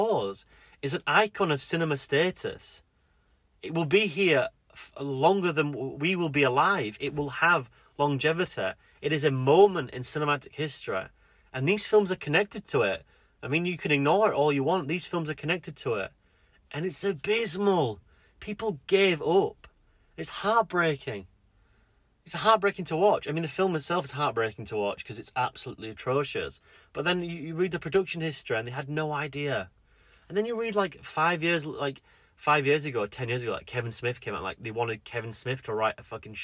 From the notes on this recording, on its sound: At the end of the episode you will find a special dispatch from the road.